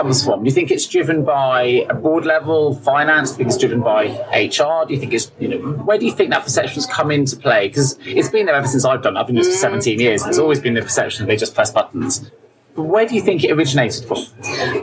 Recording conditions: background noise